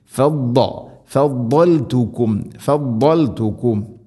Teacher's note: നാവിൻ്റെ ഏതെങ്കിലും ഒരു സൈഡ് അണപ്പല്ലുകളോട് ചേർന്ന് അതിൻ്റെ ഒരു നീളത്തിൽ തട്ടിക്കൊണ്ടായിരിക്കണം വരേണ്ടത്